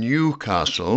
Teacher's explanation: stressed on the first syllable with its long E